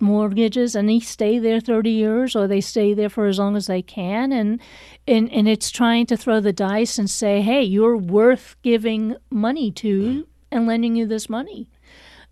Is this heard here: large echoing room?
no